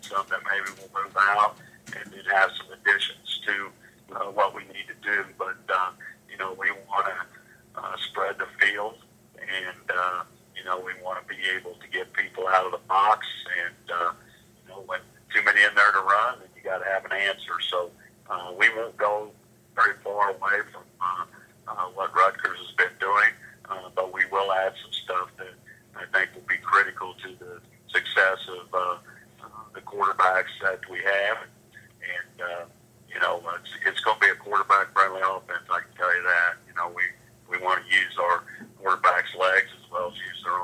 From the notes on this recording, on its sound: Listen to the teleconference between media and Rutgers.